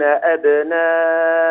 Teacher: ضم الهاء جيدا، لا تقول أبناءه، هو ضم